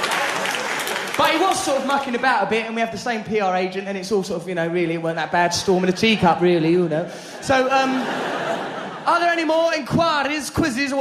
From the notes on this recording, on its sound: Recorded in London during his sell-out 2006 tour.